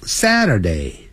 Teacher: 由高音往低自然下降